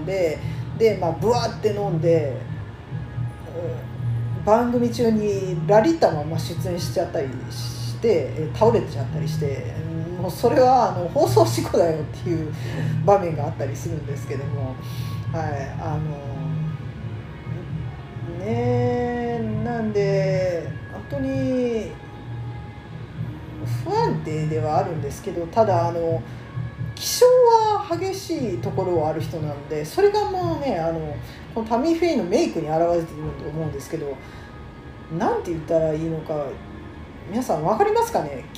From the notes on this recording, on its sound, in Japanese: またカラオケルームで収録してるので、バックに雑音がかなり入ってます。